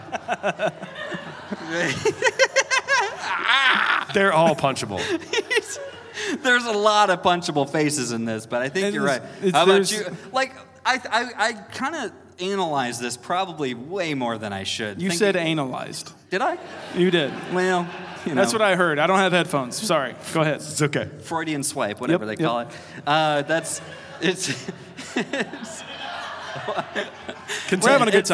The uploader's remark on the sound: We’re headed to Cedar Ridge Distillery for our first ever live show featuring Road House! It’s time for Road House LIVE!